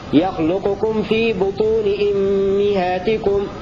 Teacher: هكذا يقرأ حمزة كسر الهمزة والميم